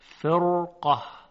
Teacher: در اینجا هم حرف را ساکنه، قبلش کسره هست، اما بعد از حرف را حرف قاف قرار گرفته که استعلا داره و درشت تلفظ میشه. به همین مناسبت را هم تفخیم میشود